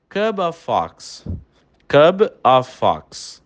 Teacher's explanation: É um F só que é pronunciado, né? Eles são fundidos.